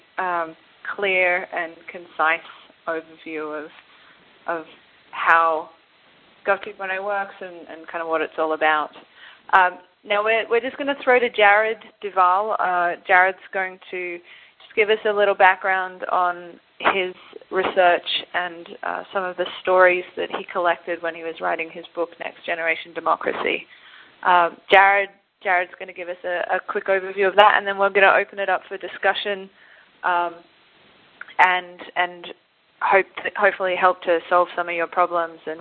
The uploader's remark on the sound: Call recorded on November 3, 2010.